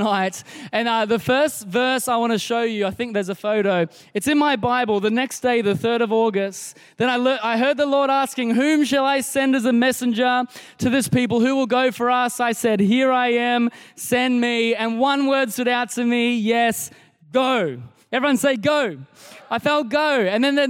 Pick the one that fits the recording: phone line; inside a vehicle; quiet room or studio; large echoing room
large echoing room